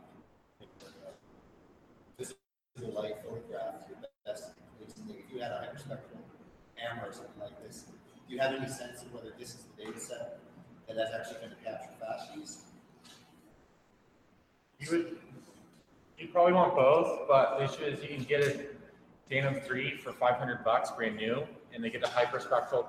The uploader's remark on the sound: This week's episode is an audio only version of the presentations at the 2018 Subsurface Hackathon in Salt Lake City.